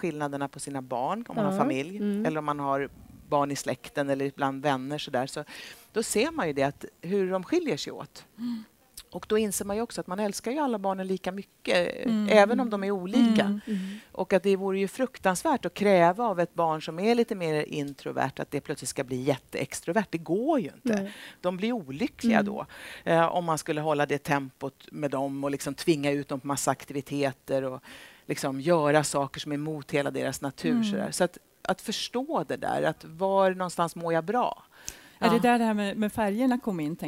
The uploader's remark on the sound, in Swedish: Livepodd #3. Vår tredje livepodd från ett vackert utsmyckat Fyren.